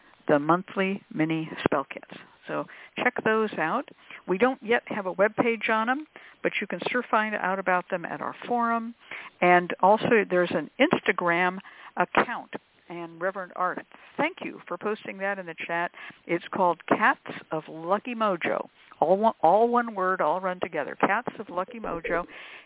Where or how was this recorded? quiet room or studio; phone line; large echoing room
phone line